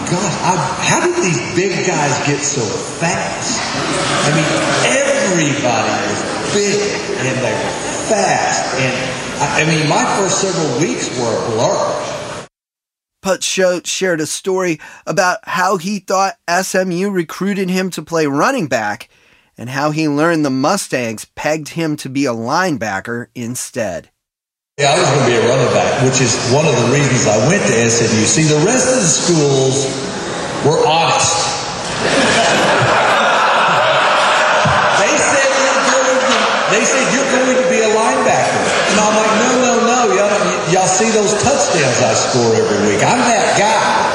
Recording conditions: busy venue